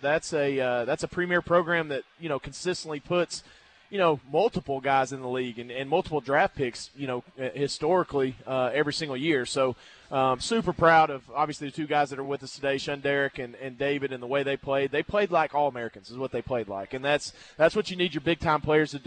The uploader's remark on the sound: LIVE from Walk-Ons Sports Bistreaux in Conway